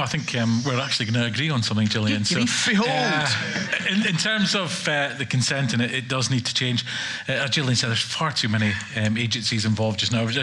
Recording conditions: live audience